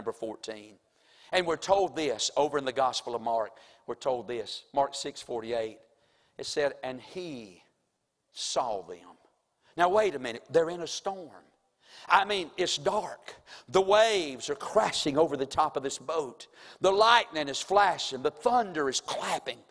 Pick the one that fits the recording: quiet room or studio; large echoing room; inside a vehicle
large echoing room